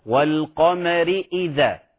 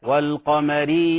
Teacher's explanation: إشباع الكسرة في كلمة والقمر، لا لا نشبع الكسرة، نعطيها مقدارها الزمني المناسب · Shown in: first take